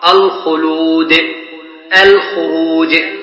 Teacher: الخاء من الحلق، واللام من طرف اللسان · Term: مظهر